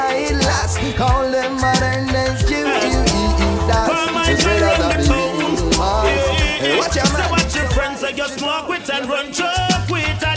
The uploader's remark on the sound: LIVE AUDIO! Live audio recording of island saturdays.